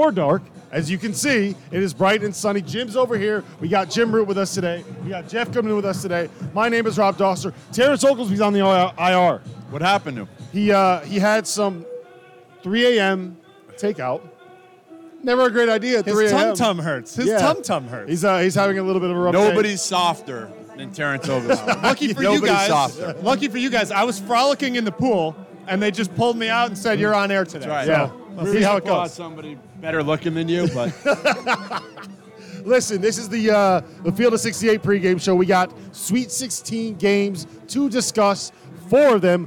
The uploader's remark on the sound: live from Stadium Swim in Las Vegas!